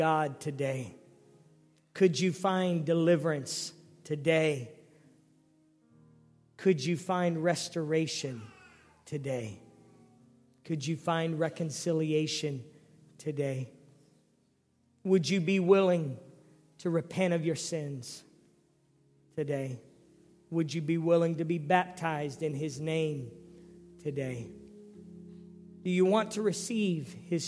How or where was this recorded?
large echoing room